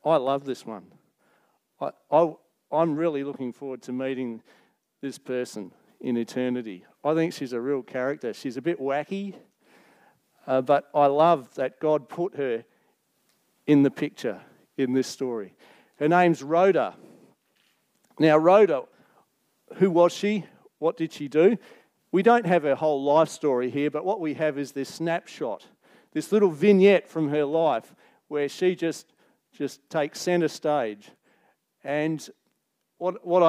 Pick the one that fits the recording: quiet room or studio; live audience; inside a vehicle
live audience